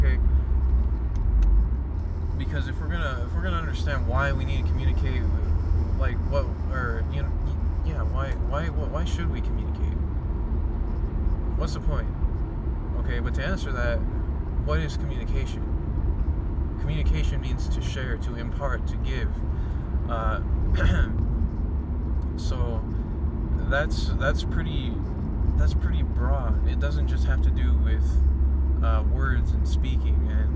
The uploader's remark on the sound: recordings I did while on the road (please excuse the noise)